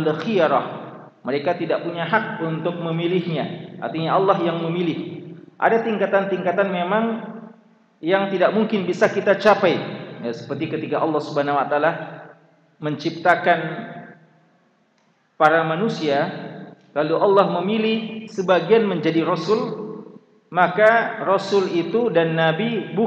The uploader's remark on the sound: Ceramah tabligh akbar. LIVE at Masjid Nurul Ihsan Manisa Baranti.